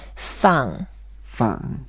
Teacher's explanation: And it's a fourth tone, so we go down.